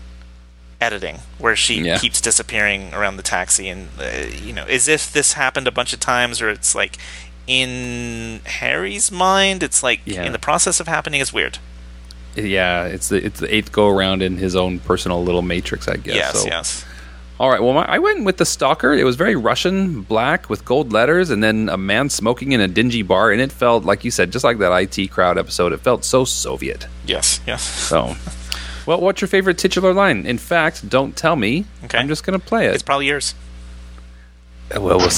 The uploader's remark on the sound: Big apologies for the background buzz. It must be the USB plug for the mic.